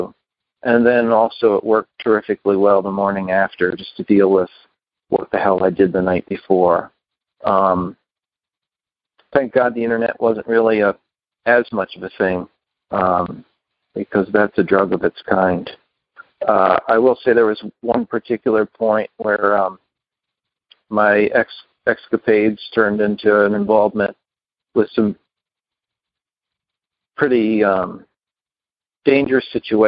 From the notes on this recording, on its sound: Upstate New York. Noon Phone Speaker Meeting.